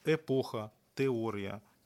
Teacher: Большасць слоў іншамоўнага паходжання не падпарадкоўваецца, напрыклад, закону аканя пасля цвёрдых зычных